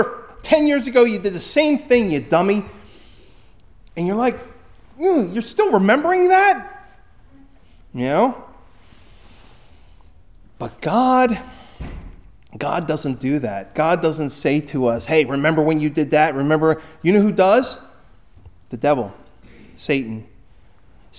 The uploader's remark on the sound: Recorded at Hudson UMC on February 18, 2024